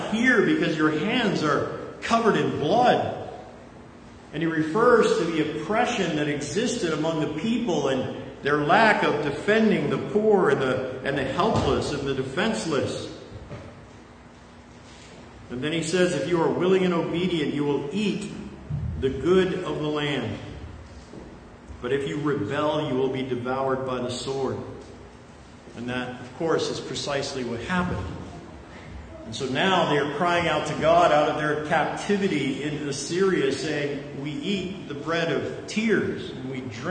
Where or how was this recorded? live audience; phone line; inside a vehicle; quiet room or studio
live audience